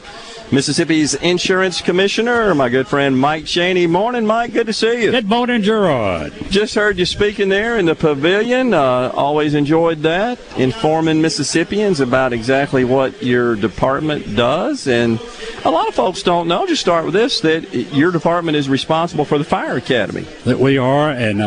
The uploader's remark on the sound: The JT Show broadcasts LIVE from The Neshoba County Fair.